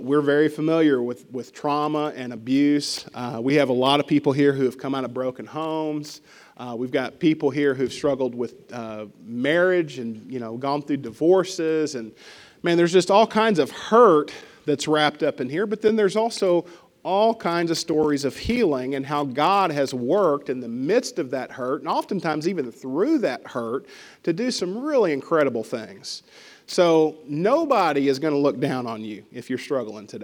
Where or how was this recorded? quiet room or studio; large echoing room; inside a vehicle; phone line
large echoing room